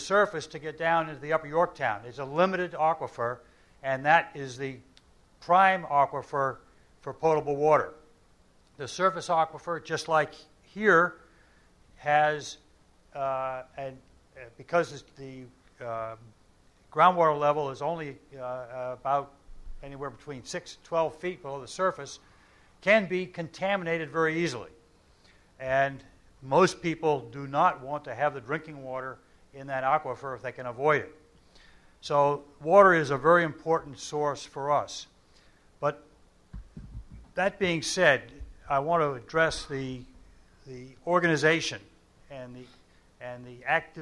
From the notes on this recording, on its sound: Sound Bites: Town Hall. You will hear the broadcast of Part 2 of a town hall I moderated a few weeks ago in Salisbury.